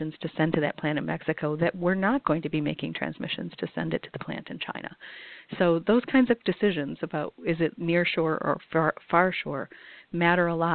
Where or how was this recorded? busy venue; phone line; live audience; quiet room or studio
phone line